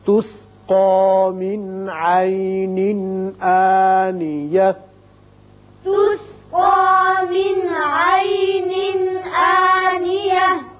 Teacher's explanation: یہاں نون ساکن کے بعد عین ہے، اظہار حلقی ہوگا